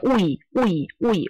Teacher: “呜”和“一”各自发各自音